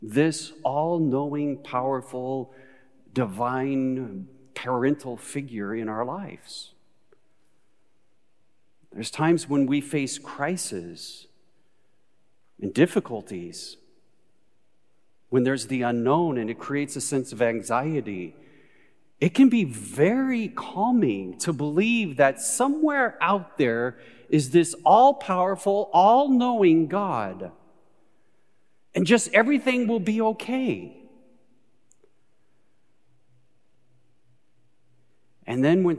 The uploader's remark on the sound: Recorded live at Beatitudes Church in Phoenix, AZ.